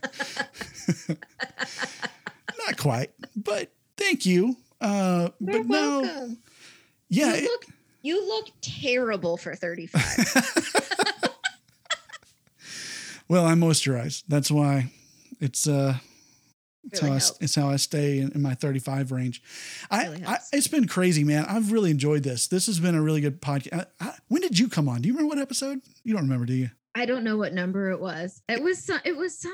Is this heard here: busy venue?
no